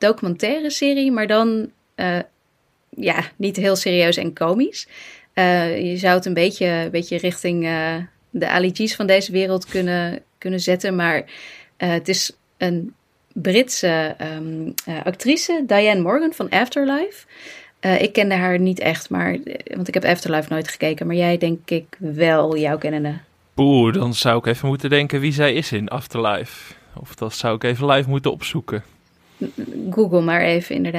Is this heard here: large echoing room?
no